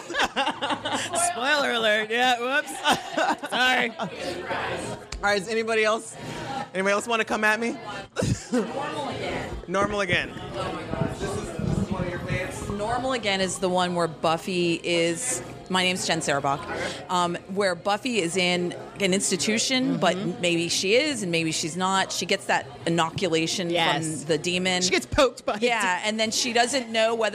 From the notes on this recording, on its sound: LIVE at Millie's Ice Cream. We got our fellow Pittsburgh Scoobies together to enjoy Buffy shakes, talk all things Buffy, play some games and get some face time with our listeners.